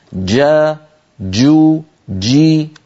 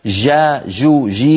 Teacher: الجيم الفصيحة صوتها محبوس · Shown in: first take · جا جو جي، وليست جا جو جي كما ننطقها في العاميات.